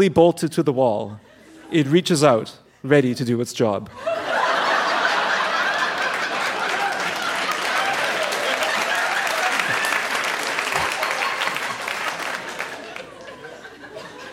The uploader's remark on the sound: Recorded live at the Park Theatre in Winnipeg.